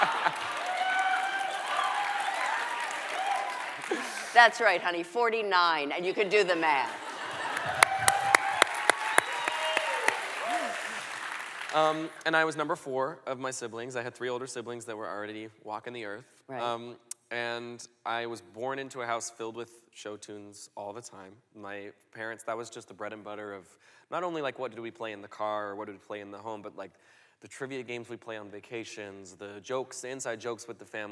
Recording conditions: live audience